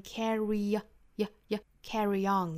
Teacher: carry 和 on 要做连读，然后读成 carry on，加一个小小的耶的发音，这属于呢是元音加元音的连读